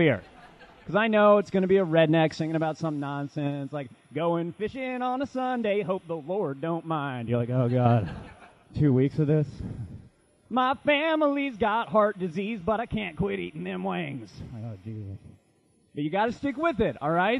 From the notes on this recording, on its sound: Live comedy from our shows in Philadelphia and New York City.